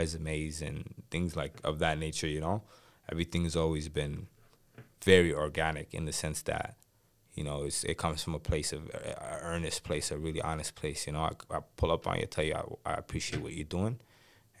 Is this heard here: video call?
no